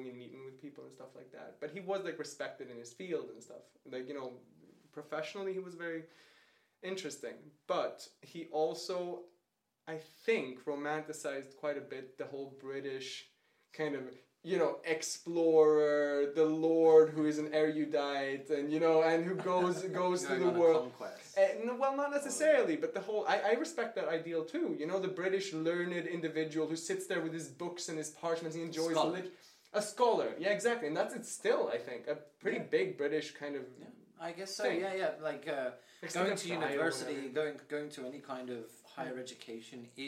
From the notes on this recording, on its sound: Apologies for the audio quality!